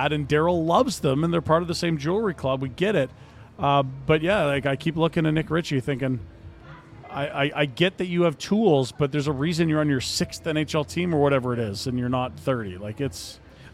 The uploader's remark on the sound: LIVE from the Grey Eagle